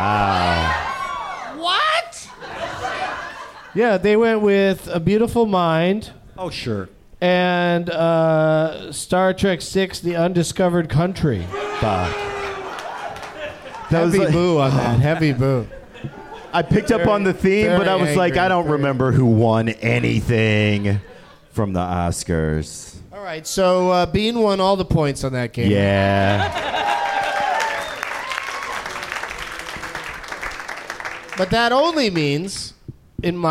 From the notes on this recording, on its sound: Live from Cafe Istanbul in New Orleans